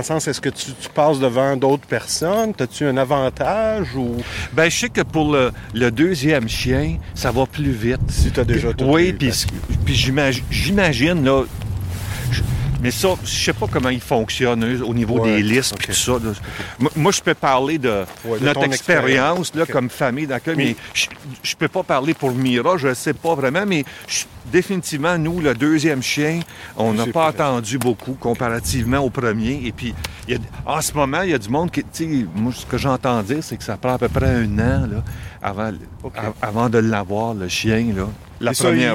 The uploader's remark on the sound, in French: Pour mon premier épisode en captation extérieure. Belle promenade avec la belle Chagal qui n'a pas encore un an !